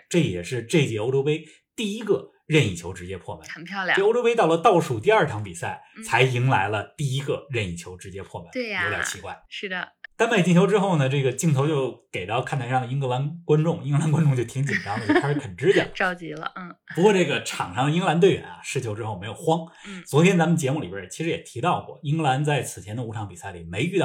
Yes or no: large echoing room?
no